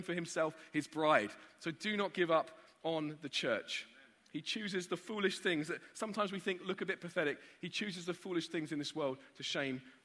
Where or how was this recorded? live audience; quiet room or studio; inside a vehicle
live audience